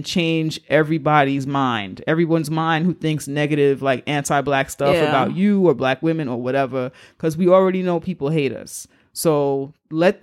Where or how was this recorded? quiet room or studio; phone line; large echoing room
quiet room or studio